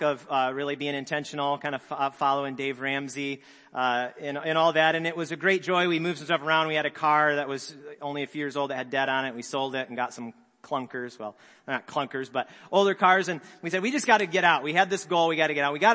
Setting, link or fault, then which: setting, large echoing room